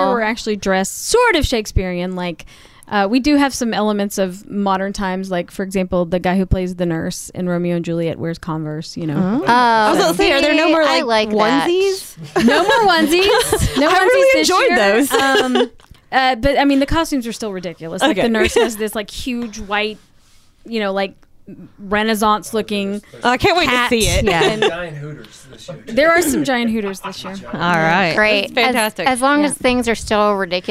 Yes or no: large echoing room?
no